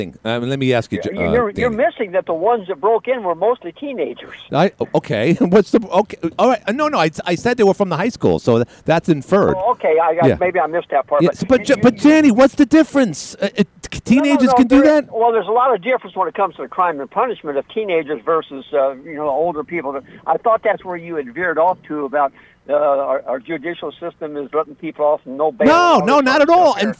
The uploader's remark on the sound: called